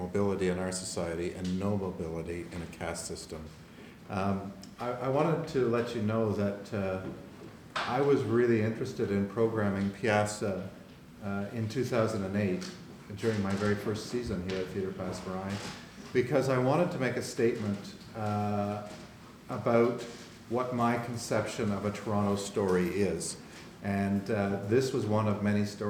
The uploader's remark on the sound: This is a live recording